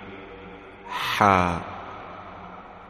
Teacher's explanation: Ha is pronounced from the throat whilst pushing the air out.